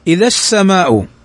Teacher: ما تقول السماء، إنما إذا السماء، فتضغم اللام فيما بعدها